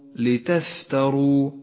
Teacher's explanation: صفة الهمس لحرف الفاء في كلمة لتفتروا